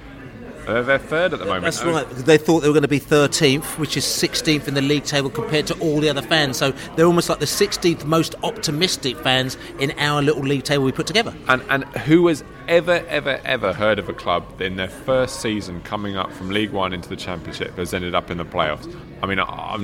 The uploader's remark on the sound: Sunderland Pre-Match Podcast from the Pub